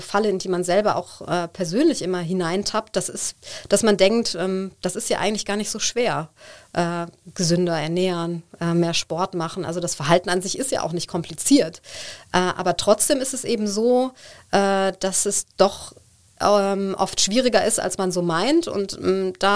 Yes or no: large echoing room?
no